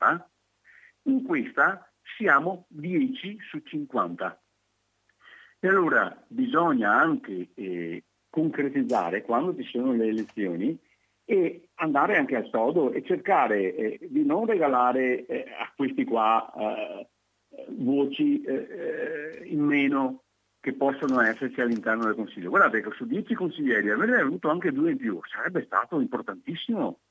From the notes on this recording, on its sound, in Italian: intervista al telefono